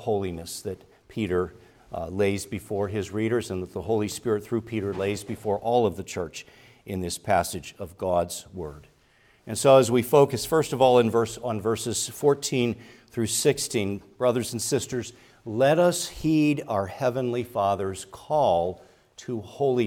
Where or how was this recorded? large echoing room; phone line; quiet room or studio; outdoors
large echoing room